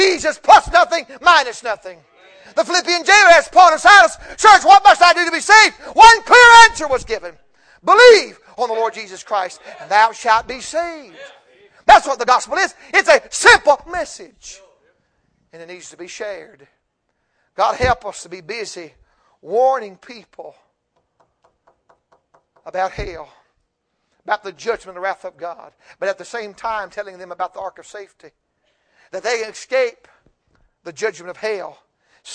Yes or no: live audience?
yes